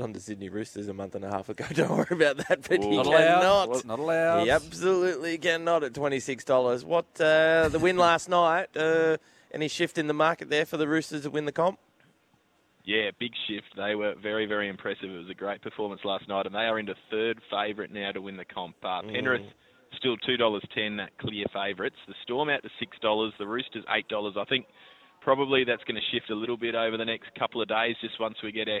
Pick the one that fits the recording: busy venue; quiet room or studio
busy venue